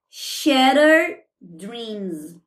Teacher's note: E aí a gente não fala o D daqui do shared, porque a gente vai unir com dreams, que inicia com D